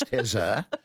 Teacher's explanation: you turn the R into a Z